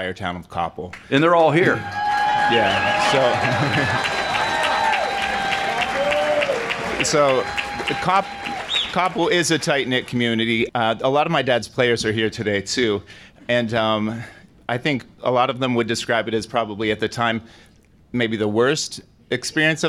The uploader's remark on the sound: Circle of Achievement Celebration. This episode was recorded July 27, 2018 at Shadow Lakes Country Club, Aliquippa, Pennsylvania.